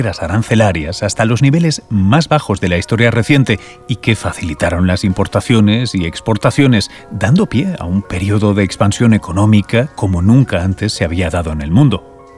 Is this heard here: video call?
no